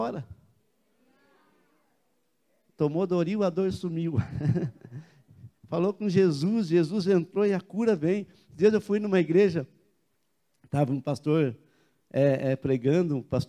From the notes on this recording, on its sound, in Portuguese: Dia 20/12/2020 na Igreja ABA Curitiba (Transmitido ao vivo)